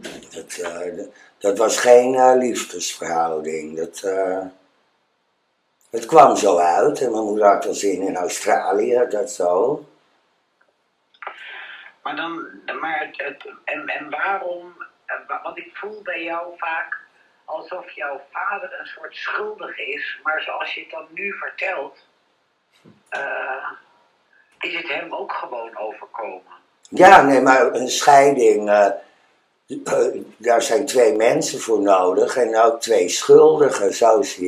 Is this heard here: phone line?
yes